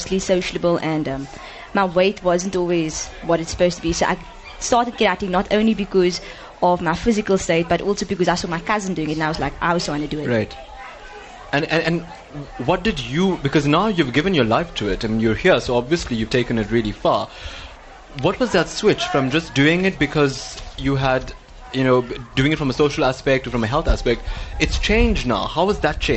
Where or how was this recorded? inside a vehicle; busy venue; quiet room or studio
busy venue